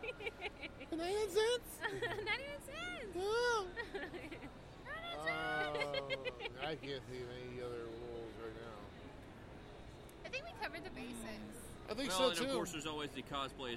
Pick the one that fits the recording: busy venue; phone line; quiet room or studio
busy venue